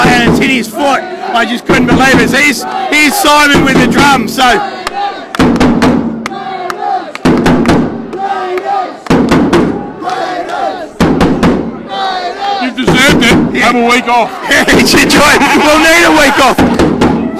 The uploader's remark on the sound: The Greenhouse Live was there to analyse the game and capture the joy of the fans, with the Raiders qualifying for an historic first Preliminary Final at Canberra Stadium.